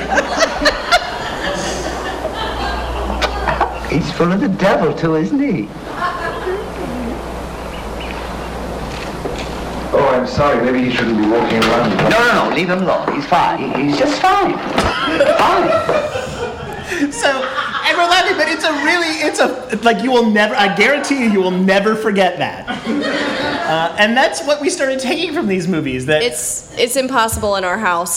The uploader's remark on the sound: It&#8217;s our live show! It’s our live show! As part of the DSI Comedy festival, Sound Bites!